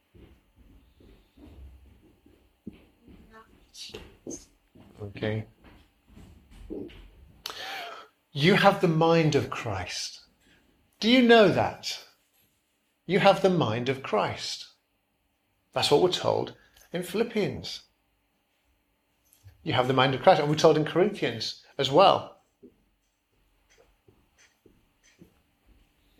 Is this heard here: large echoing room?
yes